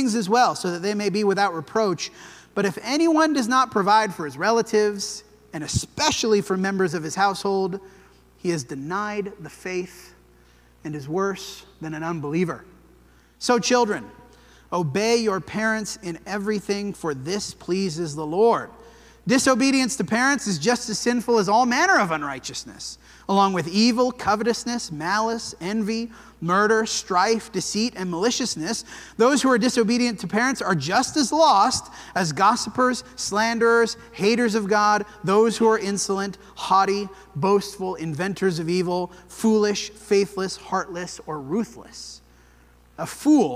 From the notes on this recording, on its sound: This sermon was preached at the Dewey Church of Christ on September 10, 2023.